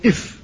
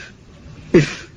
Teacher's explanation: فالهواء تعترضه الشفة العليا فترده قليلا، فهي طرد للهواء وتضغط عليه الشفة فيرتد. · Term: الفاء